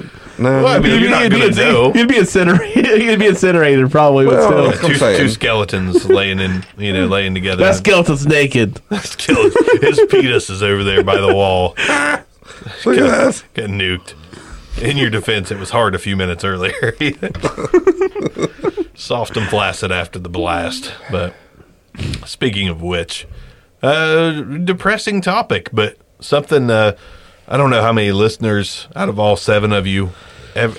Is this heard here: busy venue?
no